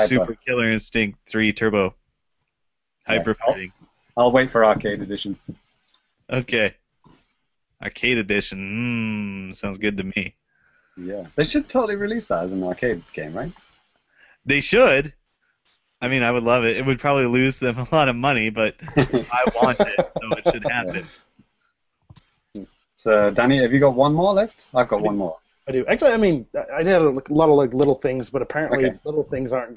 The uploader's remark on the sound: Recorded LIVE via Google Hangouts on Air.